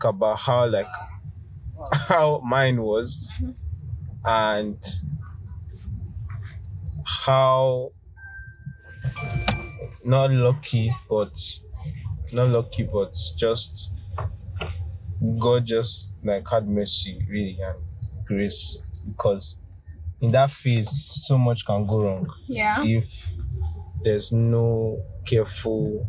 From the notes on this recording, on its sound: A Conversation in the Car.